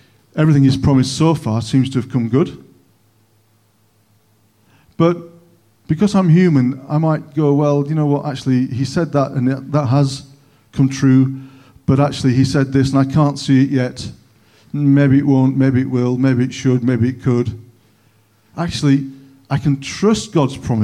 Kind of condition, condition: setting, large echoing room